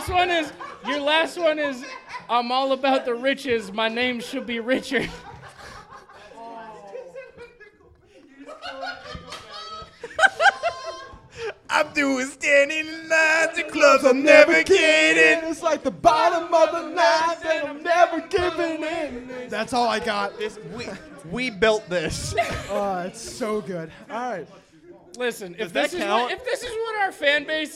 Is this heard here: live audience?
yes